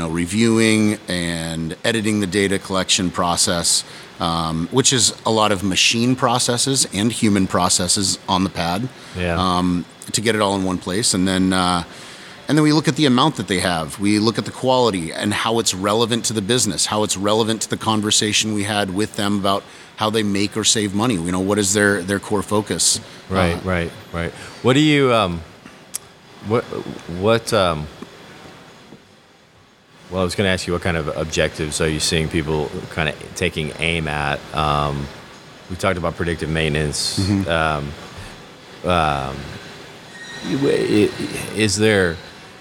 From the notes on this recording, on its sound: Is on location at the 8th annual IoT conference. Hanging out in the bar.